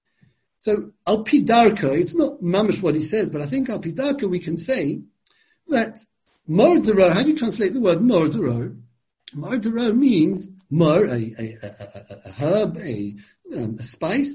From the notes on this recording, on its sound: given over Zoom